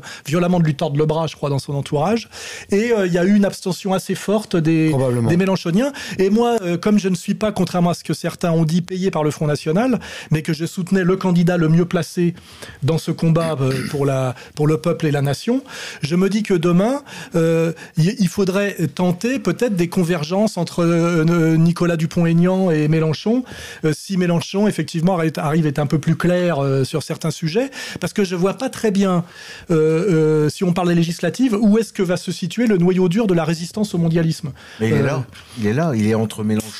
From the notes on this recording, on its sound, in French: Joints par téléphone. Il était en duplex depuis le palais du Louvre à Paris pour recueillir les impressions des Français.